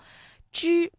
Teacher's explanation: 所以发音的时候舌尖是上翘的，顶住硬腭前部